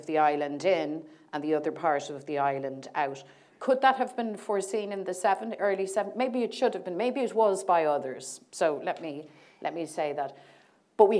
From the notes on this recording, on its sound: in front of a live audience